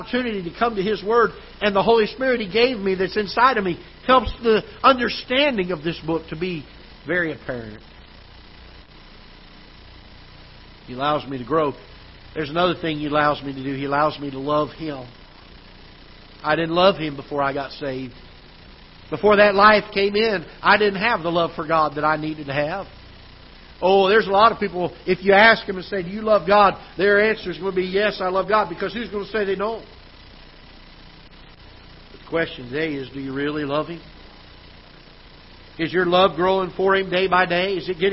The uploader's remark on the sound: Ketha Heights Baptist Church ~ Live Broadcast